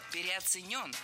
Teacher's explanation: Неверно. Ударение в этом слове следует ставить на последний слог, в котором должна быть наша любимая «ё».